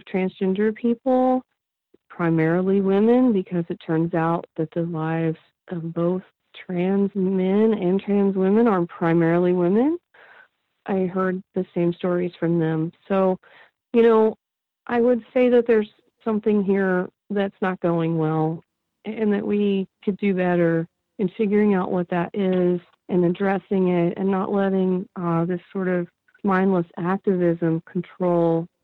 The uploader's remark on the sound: I spoke with her over the phone from her home in the Midwest.